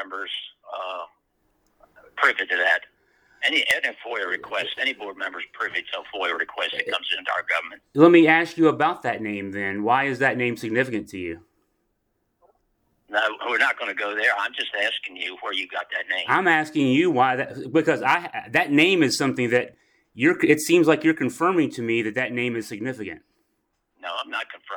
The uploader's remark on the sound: 11-minute, 59-second phone call